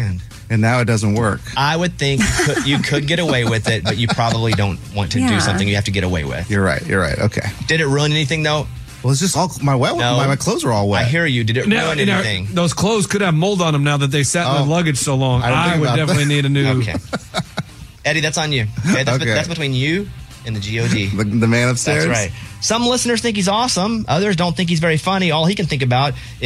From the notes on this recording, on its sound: a former inmate called